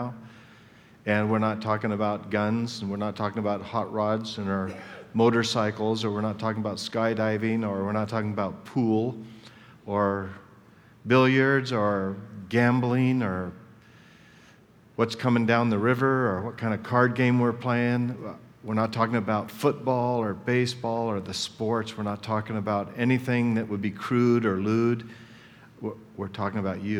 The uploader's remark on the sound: Session 3 from the 2010 Southwest Men's Conference